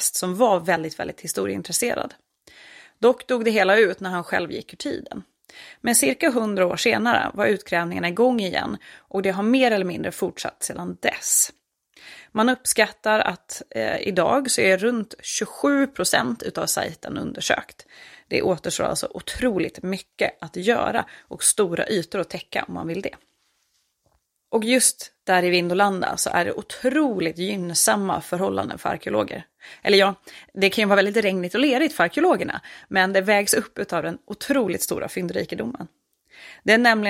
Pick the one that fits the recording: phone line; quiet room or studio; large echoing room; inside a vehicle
quiet room or studio